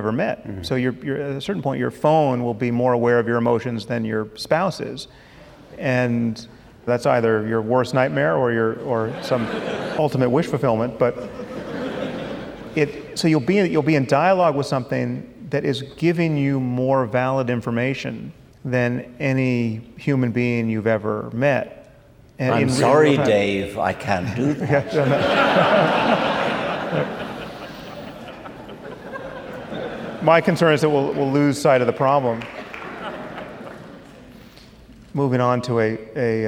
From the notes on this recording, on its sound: At a live event in Los Angeles (first of two).